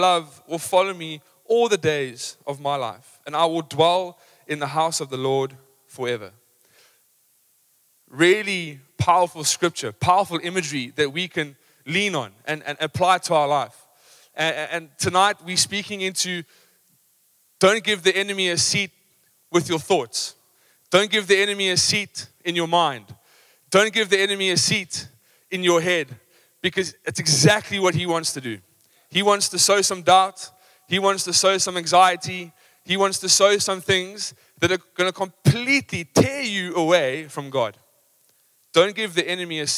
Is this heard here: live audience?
yes